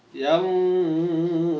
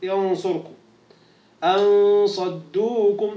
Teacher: فعندما تخرج الغنة ينطلق اللسان مباشرة إلى الصاد